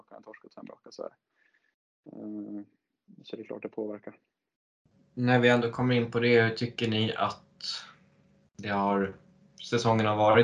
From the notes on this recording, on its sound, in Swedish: Vi ber om ursäkt för dålig ljudkvalitet. Notera att detta spelades in efter bortamatchen i Nobelhallen.